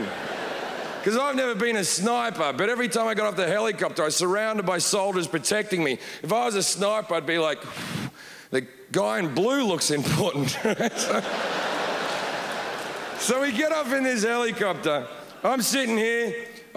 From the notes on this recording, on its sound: brings his witty observations to the stages of the Montreal Festival